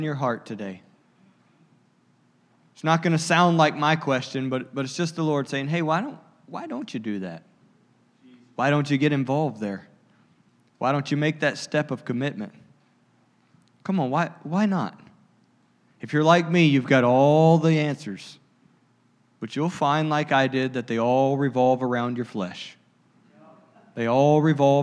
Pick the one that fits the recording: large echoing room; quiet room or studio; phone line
large echoing room